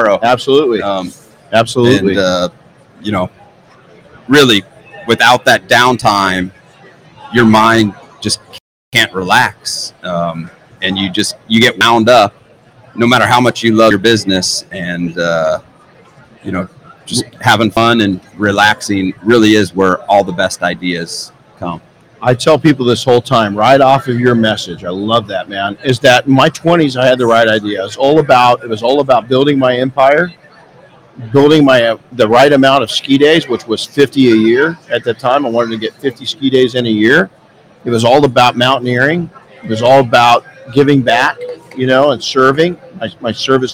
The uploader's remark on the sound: Live from Mobile Tech Expo. Our Saturday morning live session was full of heavy hitting entrepreneurs...